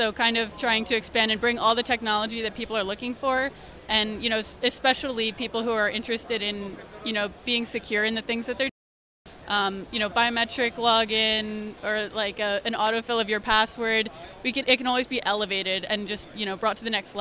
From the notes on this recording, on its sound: Live from Consensus 2023!